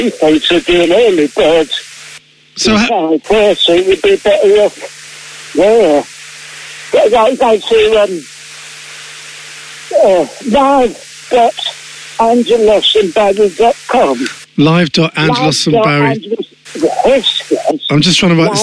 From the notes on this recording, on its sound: This is what happens when you call a confused pensioner at a bus stop